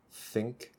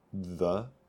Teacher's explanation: So, think and the TH in those two words, think, voiceless, the, voiced